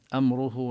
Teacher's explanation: أمره نظهر الميم لأنه جاء بعدها حرف الراء · Term: الإظهار